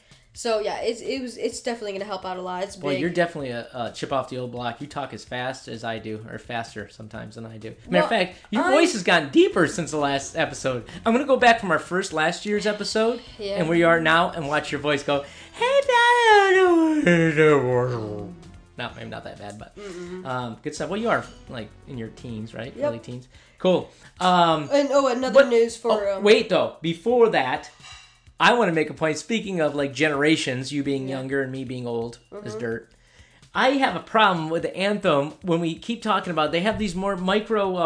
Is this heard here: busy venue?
no